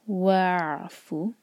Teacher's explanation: وعفو، فو ایک حرکہ اور عین حلق سے، یہاں پر جھٹکا نہیں آئے گا اور نہ ہی حمزہ کی آواز آنی چاہیے